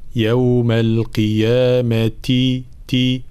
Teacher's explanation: طبعا الانتباه إلى التاء المتحركة خاصة بحركة الكسر، فلا نبالغ في إظهار صفة الهمس، فلا نقول مثلا يوم القيامة تي، لا يوم القيامة تي هكذا.